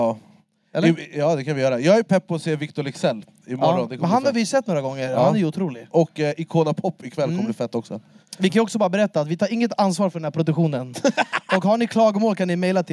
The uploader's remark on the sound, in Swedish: LIVE FRÅN LOLLAPALOOZA! Inspelad från Coke Studio på Lollapalooza Stockholm.